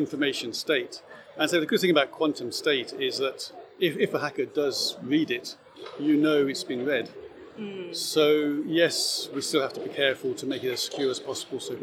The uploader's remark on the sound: Recorded 7 th June 2023, 1pm, Quantum Summit, Singapore Expo. Recorded 7 th June 2023, 1pm, Quantum Summit, Singapore Expo.